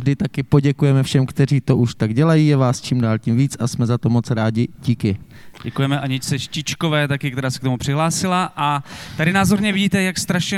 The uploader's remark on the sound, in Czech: Tento díl podcastu Kolaps se nahrával živě na festivalu audiovizuálního umění a alternativní elektronické hudby Lunchmeat v korzu Národní Galerie v Praze.